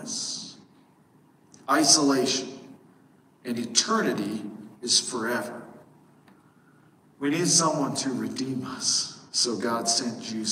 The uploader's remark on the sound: While "recorded in the bathroom" isn't really what we're going for in our sermon recordings at SBCne, sometimes things just don't work like they're supposed to.